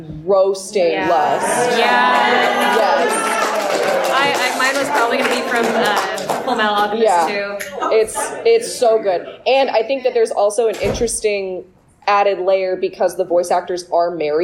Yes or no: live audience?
yes